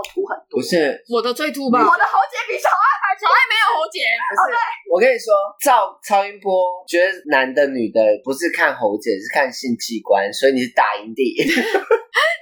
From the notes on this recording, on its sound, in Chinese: 本集音質不好。